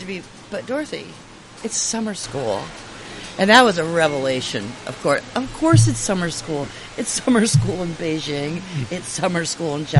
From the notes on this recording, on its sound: Recording while we waited for our flight to Toronto at the end of the program